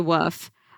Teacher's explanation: I never pronounce the L in wolf. Oh, you say woof.